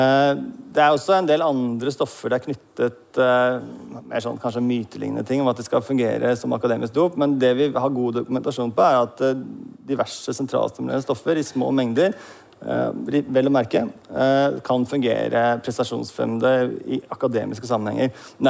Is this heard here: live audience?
yes